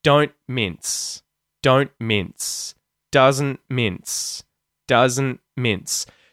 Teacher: So, we're muting the T. The T isn't being released. You're not getting that T sound. And that's because there's a consonant that comes after the T at the start of the word mince. · So, you kind of end on the N sound and you abruptly stop it.